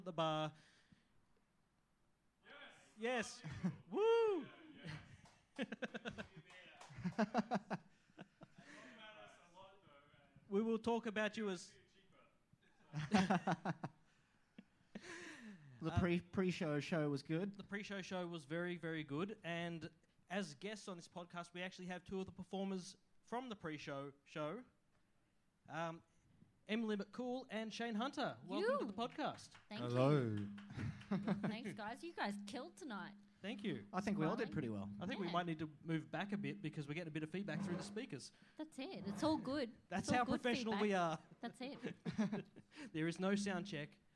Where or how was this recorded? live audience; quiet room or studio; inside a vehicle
live audience